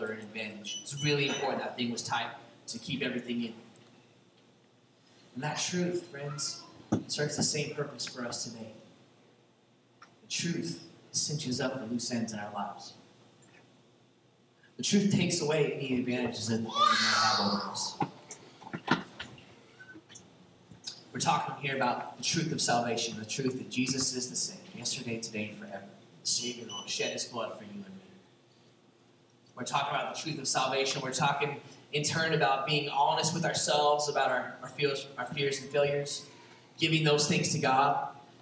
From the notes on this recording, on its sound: there was a mixup with our recording interface this week, so the audio isn't as clear as usual.